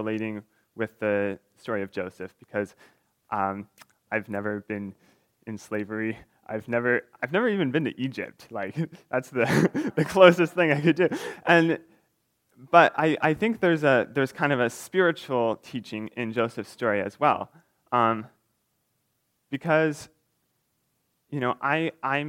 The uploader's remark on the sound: recorded on December 3, 2022, at the Ringgold Seventh-day Adventist Church